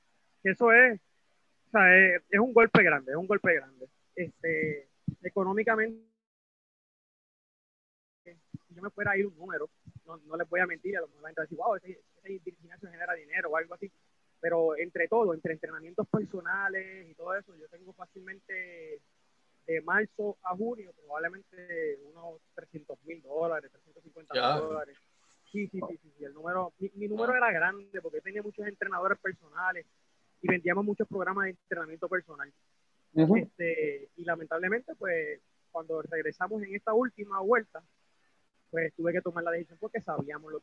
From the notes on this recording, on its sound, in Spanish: a través de la plataforma Zoom